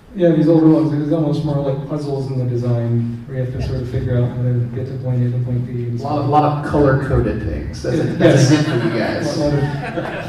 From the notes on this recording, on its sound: Rose City Comic Con 2023 Live Panel. Live panel hosted at Rose City Comic Con 2023. Given this is a live event, the audio quality is a bit rough.